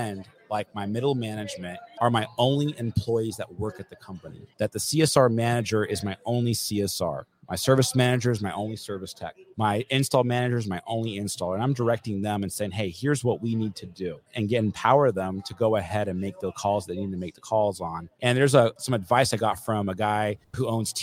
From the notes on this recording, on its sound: We are still live here in Las Vegas, NV for the Profit Rocket Summit.